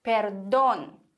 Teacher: wir haben hier einen Akzent auf dem O, also müssen wir auch unbedingt diese Silbe betonen.